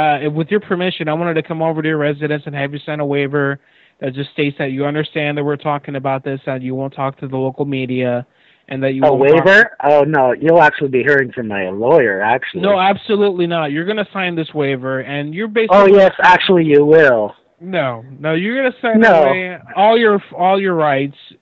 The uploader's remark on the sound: Prank Phone Calls